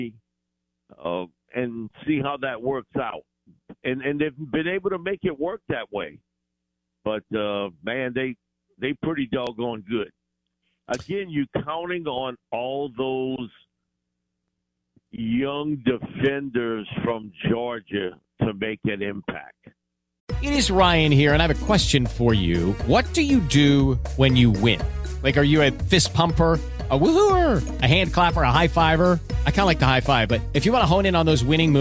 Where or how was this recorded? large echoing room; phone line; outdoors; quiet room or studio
phone line